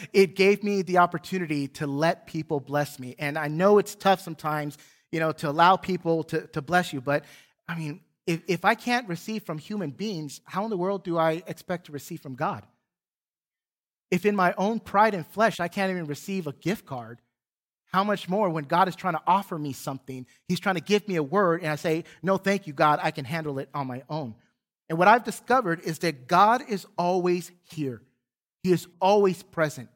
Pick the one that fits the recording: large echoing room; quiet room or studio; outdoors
large echoing room